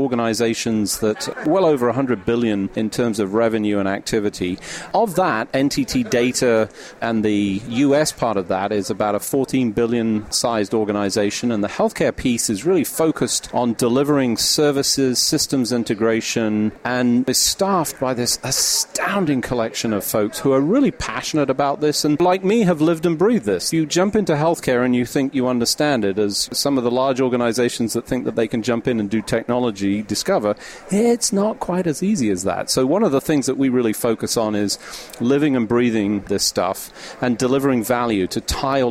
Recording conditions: busy venue